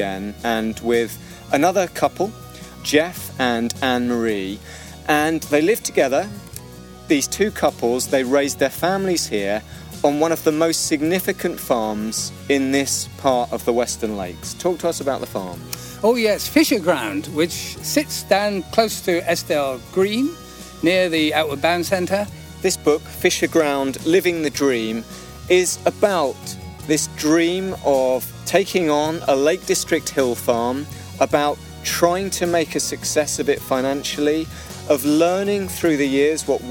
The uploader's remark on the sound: We don the Countrystride shorts for a balmy trip west into sylvan Eskdale. As we set out from the handsome farmhouse at Fisherground. Reflecting as we walk. We reach St Catherine's Church.